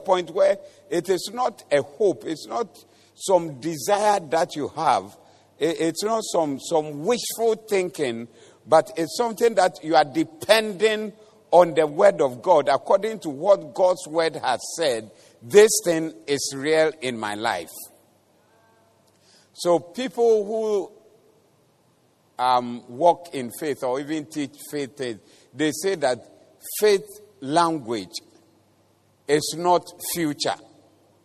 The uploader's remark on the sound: Preached at the Doxa Service